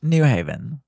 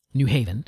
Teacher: the accent like is on the haven, not on the new · Shown in: second take